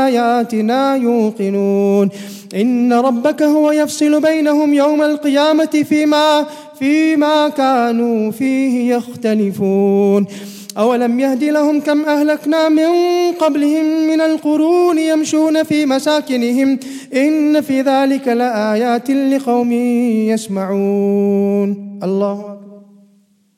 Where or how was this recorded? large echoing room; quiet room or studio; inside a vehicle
large echoing room